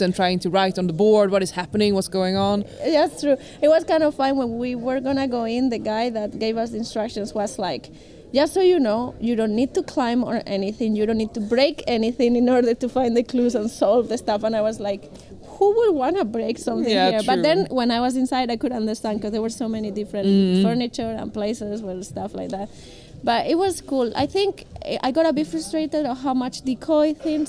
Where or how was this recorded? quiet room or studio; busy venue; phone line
busy venue